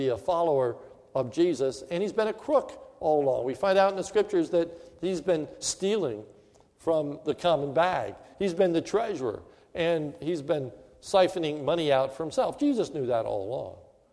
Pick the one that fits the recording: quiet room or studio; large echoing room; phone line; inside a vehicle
large echoing room